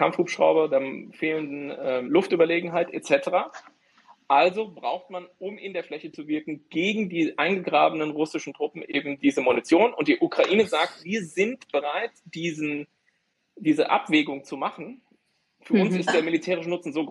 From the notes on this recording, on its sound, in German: leider schlechtere Tonqualität